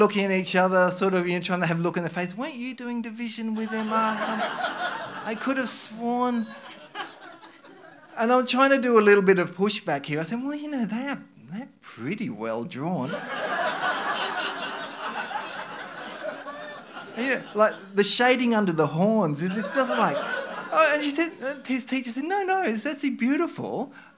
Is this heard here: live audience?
yes